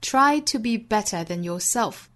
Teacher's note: 把重读呢放到 yourself 后面这个 self 这个音节上。